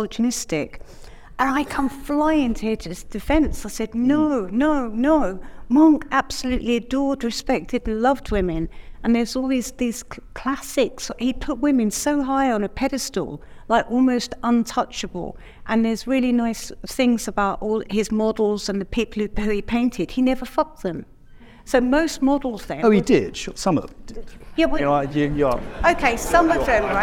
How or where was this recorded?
busy venue